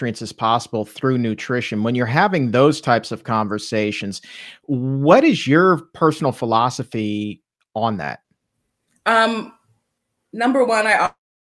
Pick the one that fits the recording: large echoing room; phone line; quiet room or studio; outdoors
quiet room or studio